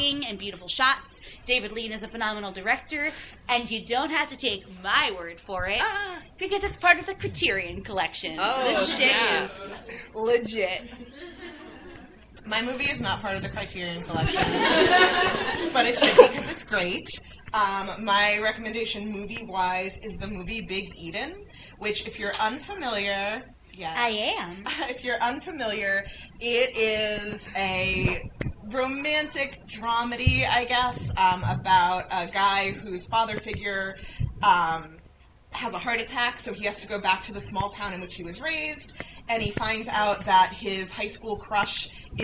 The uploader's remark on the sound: A special live episode recorded at Trident Booksellers & Cafe in Boston! LIVE at Trident Booksellers! A special live episode recorded at Trident Booksellers & Cafe in Boston! Thanks again to Trident for having us and to everyone who turned out to see our live show!